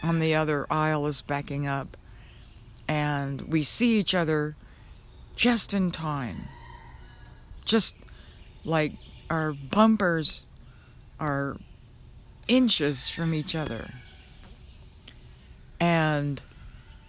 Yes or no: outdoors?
yes